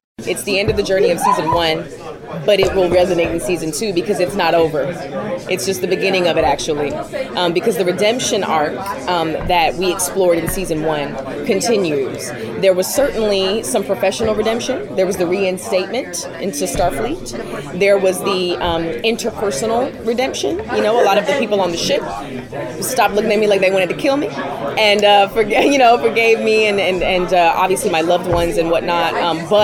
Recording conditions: busy venue